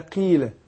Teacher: هي قاف بس هتاخد أدنى درجات التفخيم